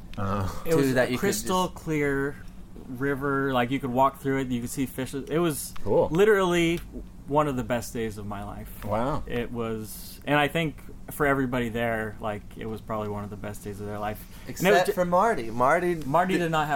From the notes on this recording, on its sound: We recorded this at their awesome, brick and mortar store in Fullerton, California. Everyone was stoned and happy.